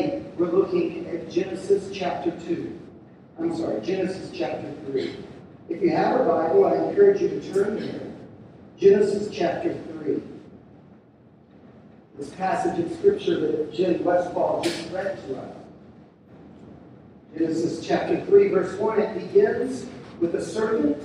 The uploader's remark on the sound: We're sorry for the poor sound quality.